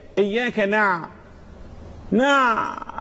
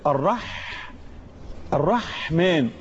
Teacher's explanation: لولا البعبع اللي في العين لكانت حاء، ولولا البحة اللي في الحاء لكانت عين. شوف بقى حاجة صغيرة جدا، إذا العين والحاء من مخرج واحد هتفرق الصفات.